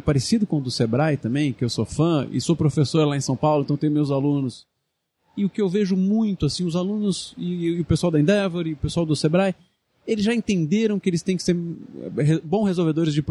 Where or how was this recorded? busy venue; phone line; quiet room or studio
busy venue